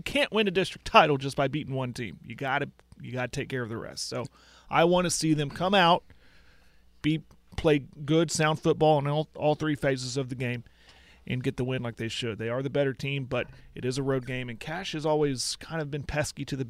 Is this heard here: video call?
no